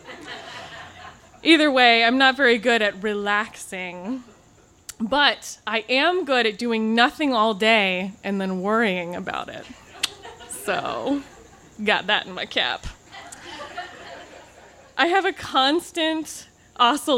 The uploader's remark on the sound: This story was recorded live on 12 September 2017 at Tiger!